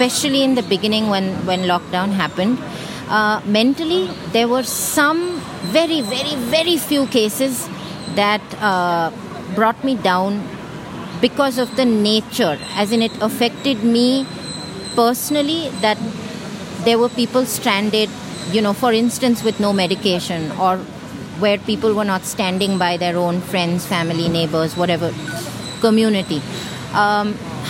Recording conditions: sounds in the background